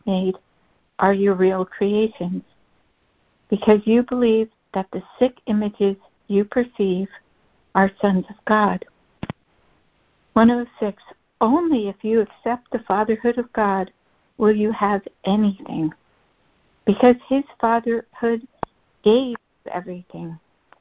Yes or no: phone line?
yes